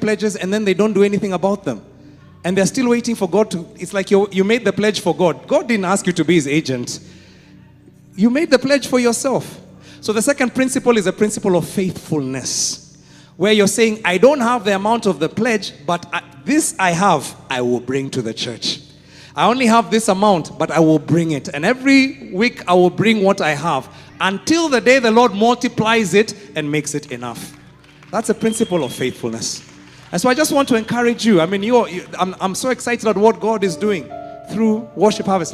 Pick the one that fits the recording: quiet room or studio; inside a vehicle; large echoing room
large echoing room